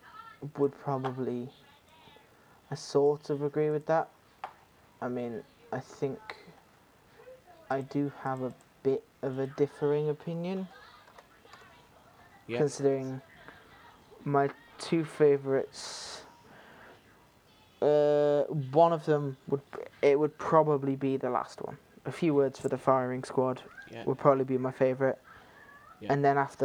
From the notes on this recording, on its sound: there are issues with delay in some of the mics, Also ignore cartoon network in the background